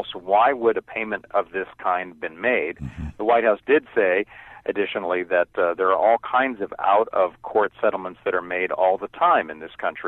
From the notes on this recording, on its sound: Taking Phone calls.